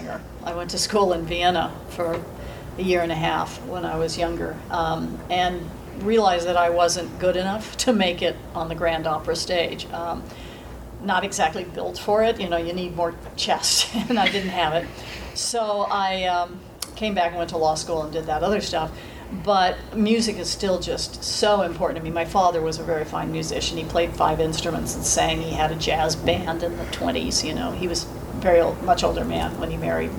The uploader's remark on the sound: Dragon Con Encounters. Sharing audio from a post-reading Q&A.